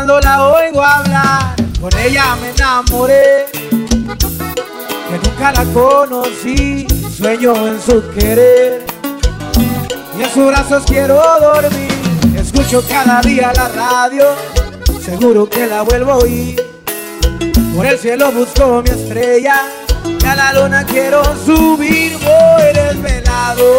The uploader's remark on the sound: The transitions are sloppy cause they are live, but the music is good and the crowd had a great time.